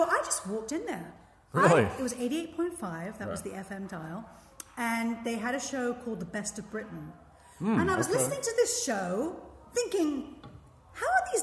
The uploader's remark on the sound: We recorded this conversation in an empty elementary school class room, which you can pick up in the overall ambience of the recording. I had to record the intro on my telephone, thus the poppin' P's!